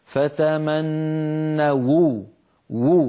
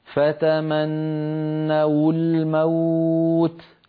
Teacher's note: هذه فتمنوا أصلها فتمنوا بواو الجماعة آخرها واو ساكنة، لكن لما التقت مع كلمة الموت وأول كلمة الموت لام ساكنة فالتقى في النطق ساكنان واو الجماعة ولام التعريف فتمنوا الموت. كانت العرب في مثل هذا الموضع تتخلص من التقاء الساكنين بضم الواو هكذا فتمنوا وو، فينطقون واو مضمومة وفي الوصل تكون هكذا فتمنوا الموت.